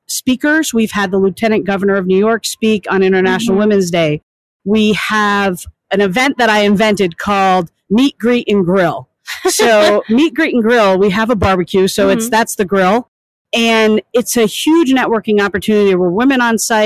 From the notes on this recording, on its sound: This special episode was recorded live at the WE22 career fair floor in the Diverse Podcast Booth powered by Cummins.